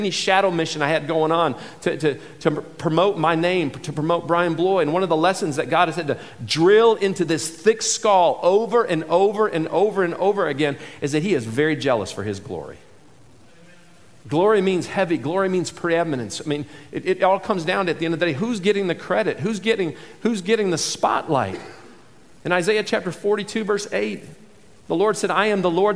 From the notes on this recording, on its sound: this selection from the 2019 MOVE conference